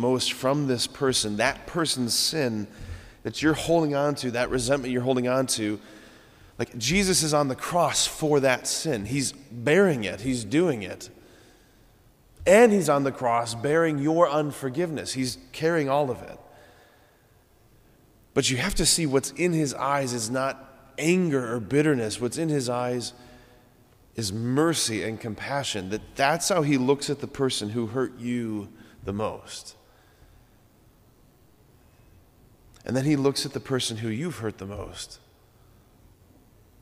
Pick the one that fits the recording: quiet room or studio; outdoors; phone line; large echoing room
large echoing room